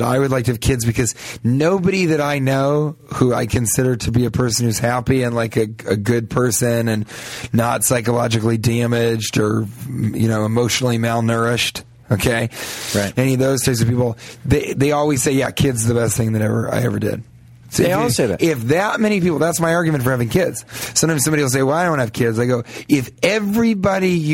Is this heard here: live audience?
no